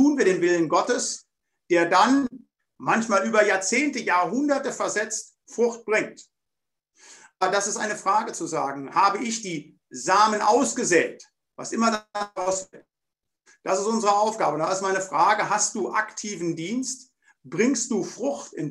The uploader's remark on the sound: Bibelseminar Bonn via Zoom.